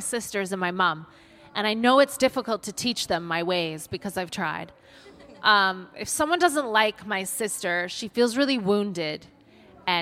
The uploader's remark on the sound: Live at Latitude. Recorded in front of a live audience at Latitude festival.